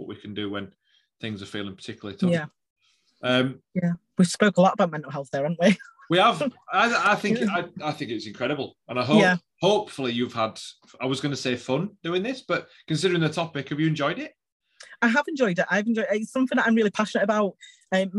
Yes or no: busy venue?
no